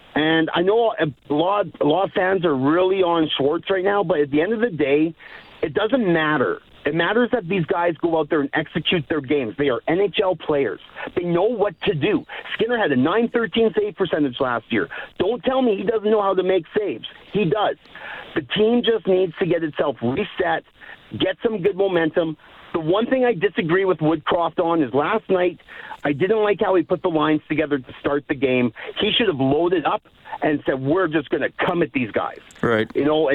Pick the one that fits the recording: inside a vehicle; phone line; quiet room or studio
phone line